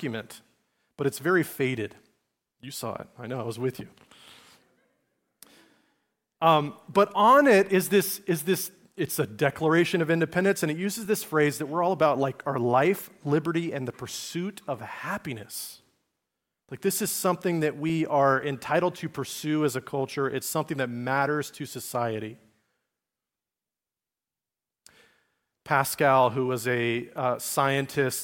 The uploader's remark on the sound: message delivered at Liferoads Church in Spokane, Washington, on December 17, 2023.